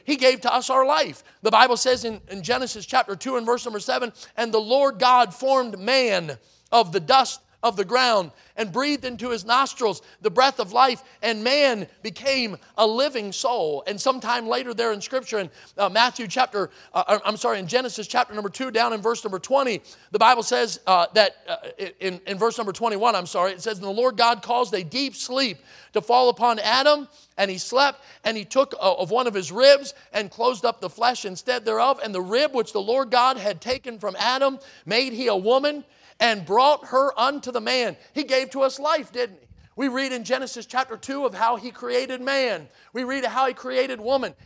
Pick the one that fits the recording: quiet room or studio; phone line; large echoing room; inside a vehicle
large echoing room